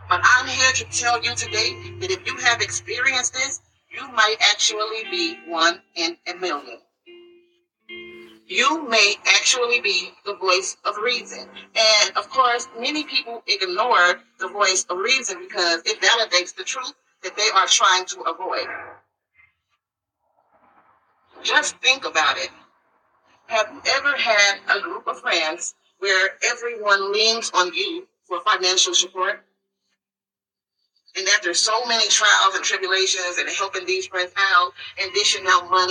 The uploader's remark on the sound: The audio quality is poor. Unedited and Raw.